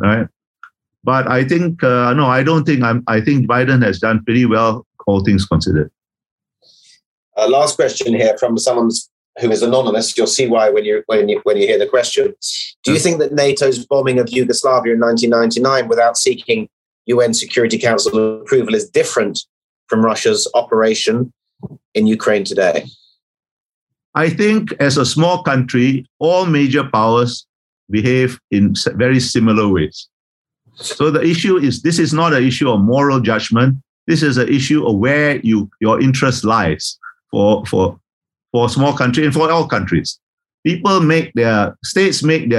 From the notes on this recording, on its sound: This is a recording of one of our digital events.